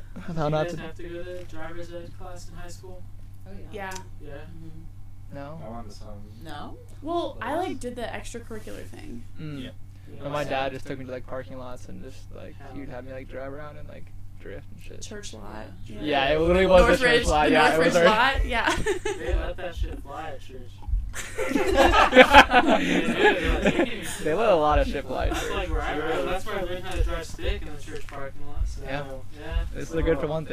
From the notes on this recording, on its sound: Recorded from the air stream van tucked away behind the Globe Hall